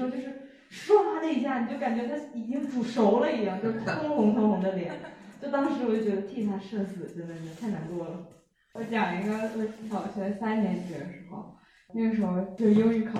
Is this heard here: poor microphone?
yes